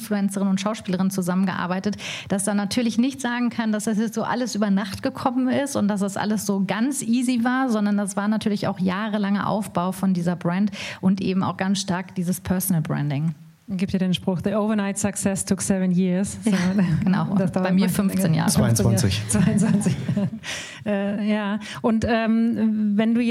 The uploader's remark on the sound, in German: Diese Folge des K5 Commerce Cast wurde live auf dem K5 MEETup in Berlin aufgenommen.